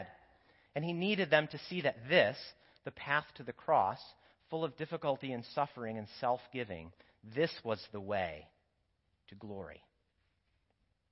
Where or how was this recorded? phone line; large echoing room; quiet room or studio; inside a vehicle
large echoing room